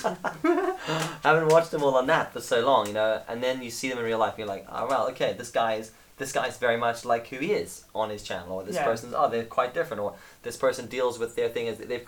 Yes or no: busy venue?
no